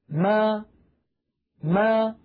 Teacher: فألاحظ بأن الشفتين تكونا ملتصقتان أو ملتصقتين ثم تبتعدان عن بعضهما ما، ويصاحب ذلك مخرج أصل الفتحة أي مخرج الألف ما.